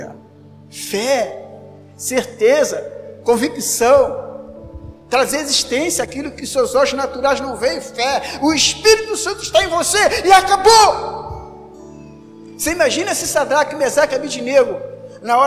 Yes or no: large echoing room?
yes